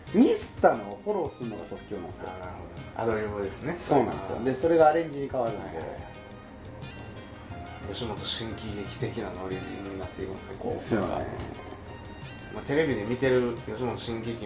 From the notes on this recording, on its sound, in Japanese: パーティーの中収録。ワンパク小僧乱入！